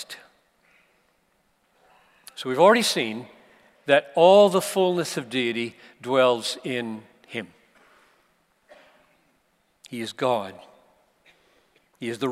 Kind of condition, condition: setting, live audience